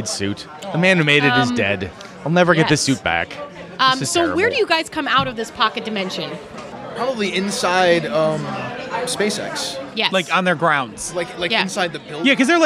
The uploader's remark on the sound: LIVE FROM QUEEN CITY CONQUEST